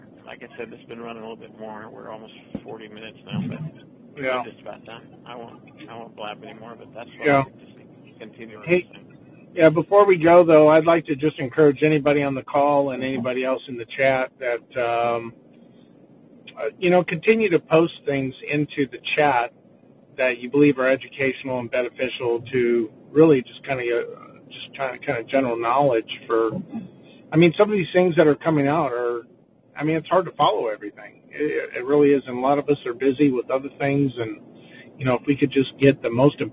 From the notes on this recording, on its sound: conference call